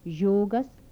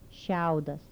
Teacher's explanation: Palatal alveolar fricatives with palatalization.